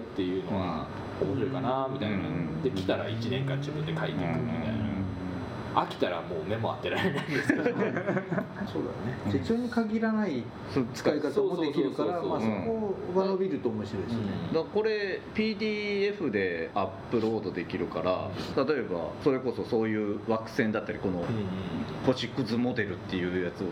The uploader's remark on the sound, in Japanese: 今回、録音器のトラブルでノイズがあります。